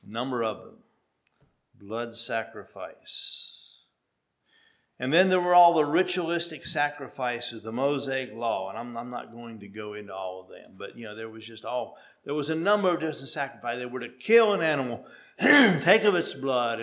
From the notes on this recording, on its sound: at Hephzibah Mennonite Church on February 26, 2023